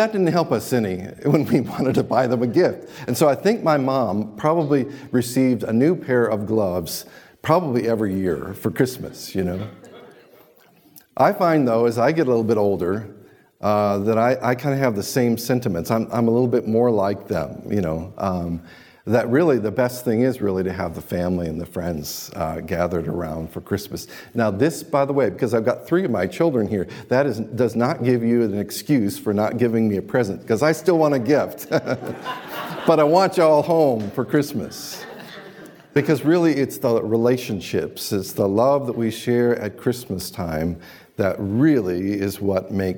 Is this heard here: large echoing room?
yes